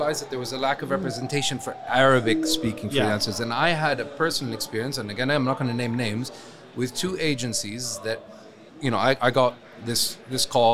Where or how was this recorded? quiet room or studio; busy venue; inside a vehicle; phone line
busy venue